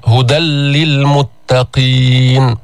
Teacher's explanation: هدى للمتقين، تنوين هدى نون ساكنة، بعده جاءت اللام أو جاء حرف اللام، هدى للمتقين. هل تسمع النون؟ هل تسمع غنة؟ لا تسمع. ماذا تسمع؟ تسمع لاما مشددة · Term: الإدغام